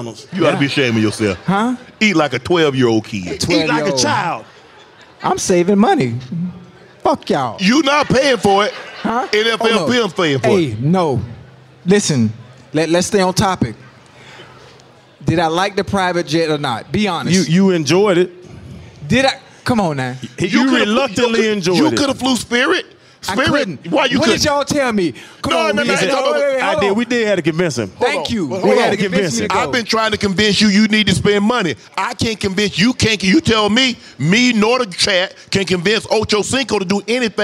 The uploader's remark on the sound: LIVE from Resorts World Las Vegas